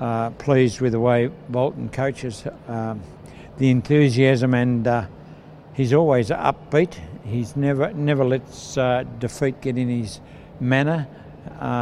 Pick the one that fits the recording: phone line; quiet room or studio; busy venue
busy venue